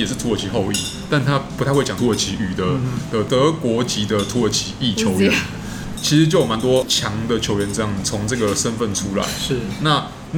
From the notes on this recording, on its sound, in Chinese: 本集白噪音指數：微風級 2/5。錄音地點： 點亮咖啡。